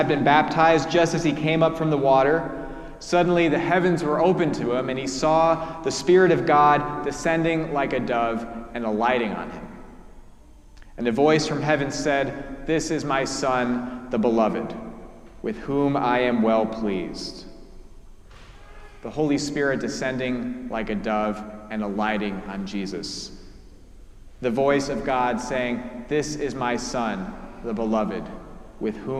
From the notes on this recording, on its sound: Preached at our celebration of the Holy Eucharist on the First Sunday after the Epiphany: the Feast of the Baptism of Our Lord.